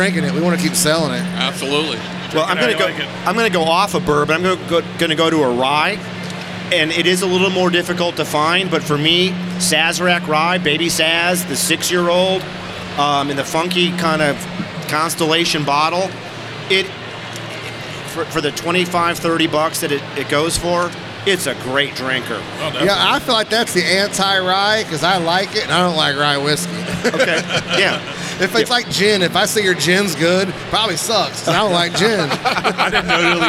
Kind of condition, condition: setting, busy venue